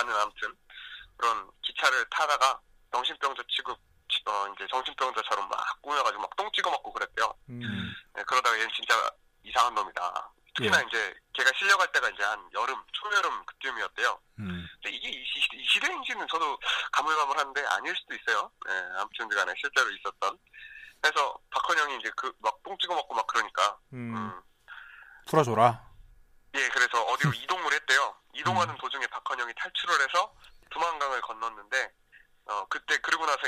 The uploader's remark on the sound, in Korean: 1부에서 실패했던 전화연결에 성공합니다. 전화 강의가 있습니다.